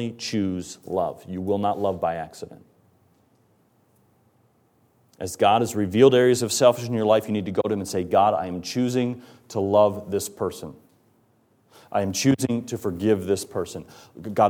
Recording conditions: large echoing room